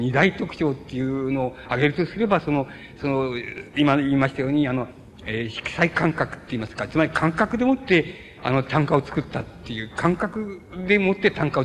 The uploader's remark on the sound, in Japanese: 主催：斎藤茂吉記念館 場所：山形・上山市民会館。斎藤茂吉の生まれ故郷である 山形県上山市の 斎藤茂吉記念館によって行われた 斎藤茂吉追慕全国大会での講演。たいへんクリア。